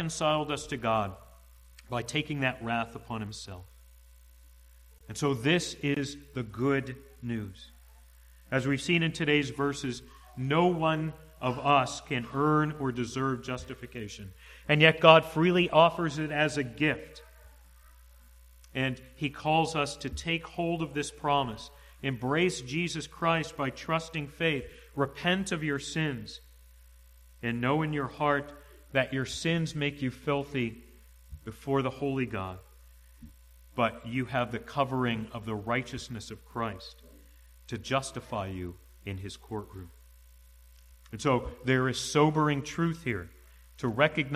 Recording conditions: large echoing room